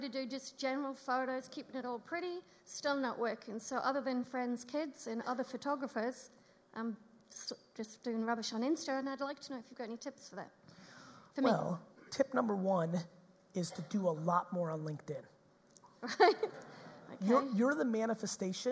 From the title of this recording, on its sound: Auckland 2019 Keynote